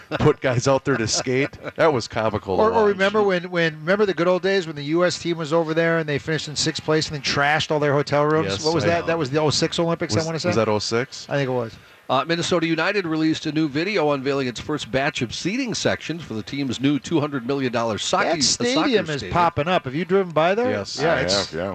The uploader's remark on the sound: live from the Venture Bank Minnesota Golf Show